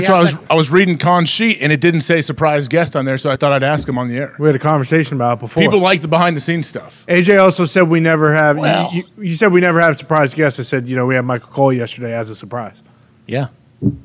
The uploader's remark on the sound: LIVE From The ThunderDome. LIVE from Austin, Texas from the GameDay set in the middle of some terrible weather.